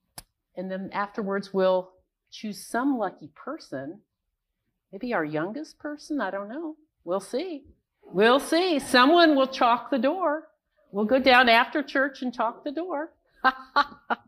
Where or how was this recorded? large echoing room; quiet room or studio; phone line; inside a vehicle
large echoing room